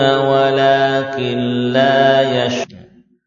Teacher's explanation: Zatnya hilang, gunnahnya juga hilang. Kita tidak lagi mendengar ada suara nun, tidak pula mendengarkan ada gunnah. · Term: idgham bila gunnah